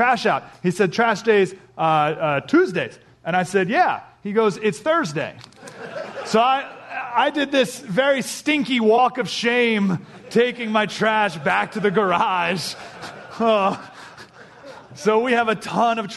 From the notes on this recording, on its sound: a live address at a Christian men's conference at Foothills Christian Church in San Diego